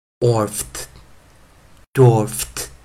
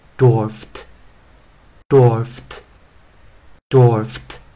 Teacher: 注意最后一个音是 F，所以我们的 D E D 啊，要念轻辅音 T，T，T。所以我们这时候 F ED，我们念 FT，FT，FT。Dwarfed.